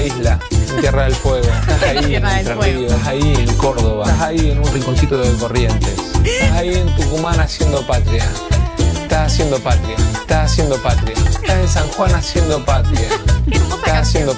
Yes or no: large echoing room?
no